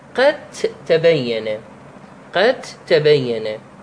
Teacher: تدغم الدال فتلفظ التاء بدل عنه، تدغم الدال بالتاء فتلفظها قد تبين. · Term: إدغام المتجانسين